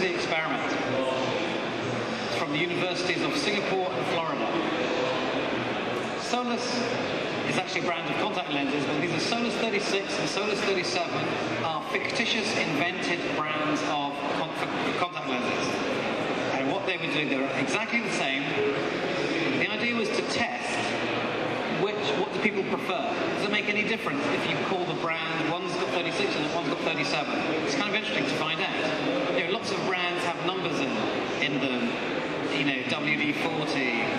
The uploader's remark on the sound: Out of the studio and on location this week for Resource Event at Excel, London